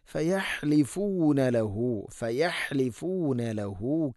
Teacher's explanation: ഫയഹ് ഹ തൊണ്ടയുടെ മധ്യഭാഗമാണ് മഖ്റജ്.